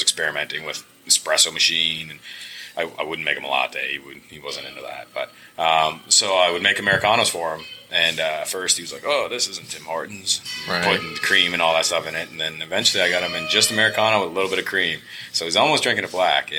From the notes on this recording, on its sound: Recorded at Serpent Brewing.